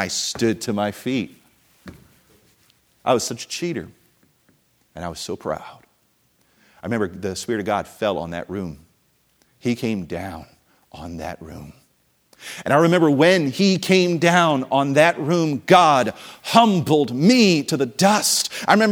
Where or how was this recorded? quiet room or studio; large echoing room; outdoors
large echoing room